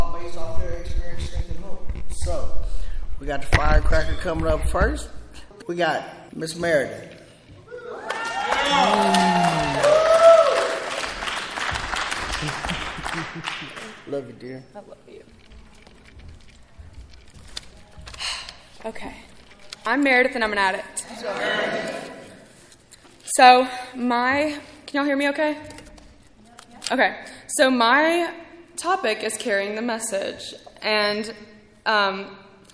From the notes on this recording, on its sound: Speaking at ARVANA convention 3/2023.